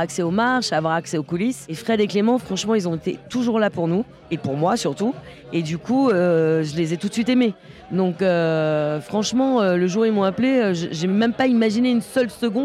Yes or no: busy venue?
yes